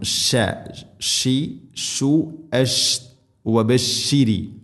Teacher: വബശ്ശിരിൽ ലദീന ആമനു, വബശ്ശിരി, ഷീൻ എന്ന അക്ഷരത്തെ പരത്തി ഉച്ചരിക്കണം. ഷ, ഷി, ഷു, അഷ്, വബശ്ശിരി.